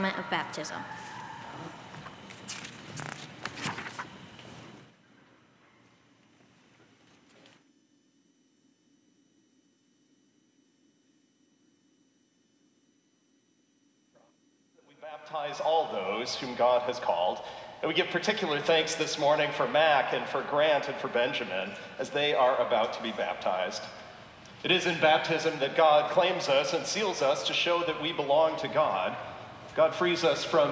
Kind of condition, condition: setting, large echoing room